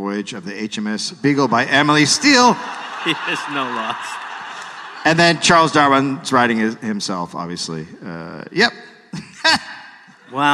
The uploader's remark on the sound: Recorded live in London.